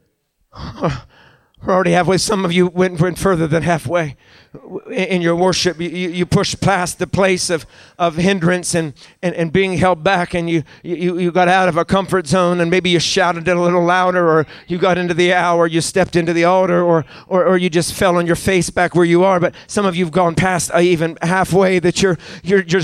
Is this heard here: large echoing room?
yes